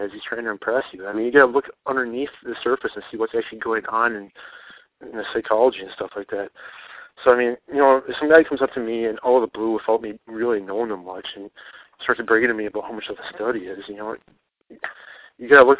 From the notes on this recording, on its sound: on the phone to do a podcast I had wanted to do for a very long time